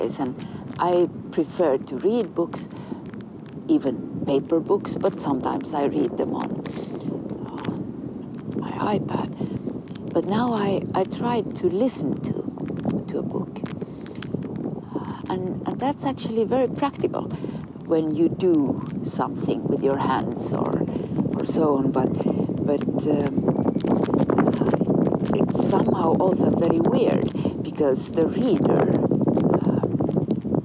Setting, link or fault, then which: setting, outdoors